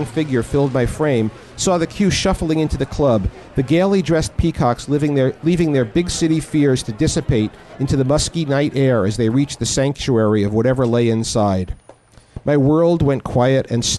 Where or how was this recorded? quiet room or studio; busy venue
busy venue